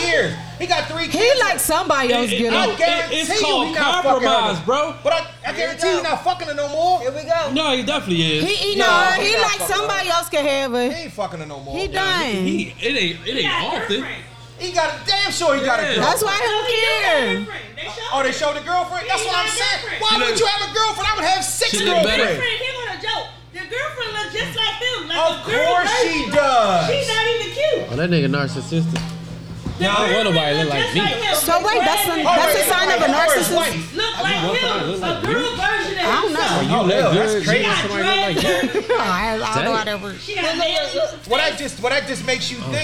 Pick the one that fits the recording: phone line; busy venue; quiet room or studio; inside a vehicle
busy venue